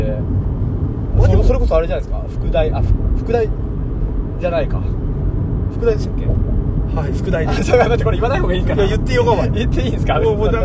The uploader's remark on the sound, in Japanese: 仕事終わりの営業車の中で、いつものようにくっちゃべっています